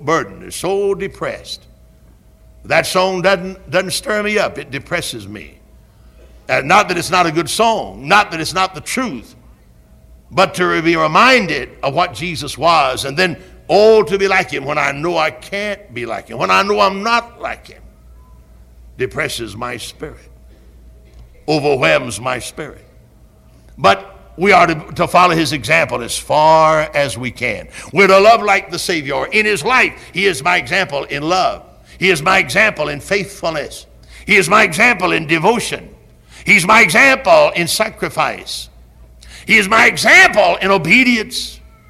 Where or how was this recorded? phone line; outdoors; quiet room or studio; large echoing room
large echoing room